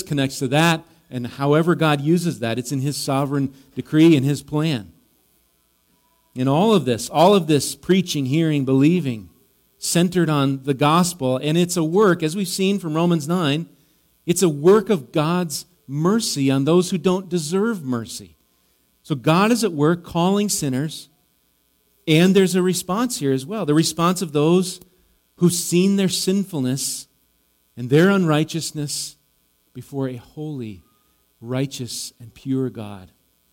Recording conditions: large echoing room